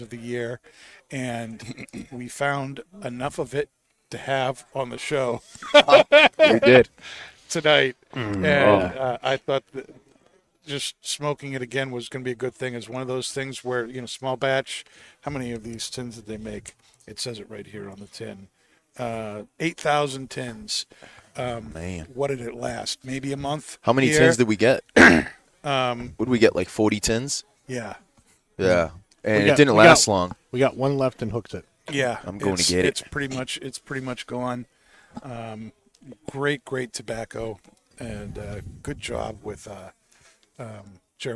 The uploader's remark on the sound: Recorded live from the 7-20-4 Lounge!